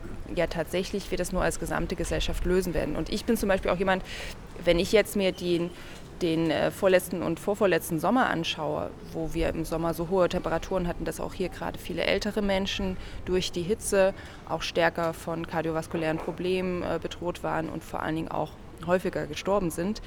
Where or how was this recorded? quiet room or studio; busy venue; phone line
busy venue